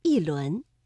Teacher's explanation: 第二句“一轮明月”，这里的“一”读四声“一轮”